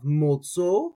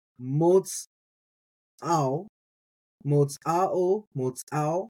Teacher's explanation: So a lot of people, right, they leave that aleph silent. · Shown in: first take · So in that case, they have motzo.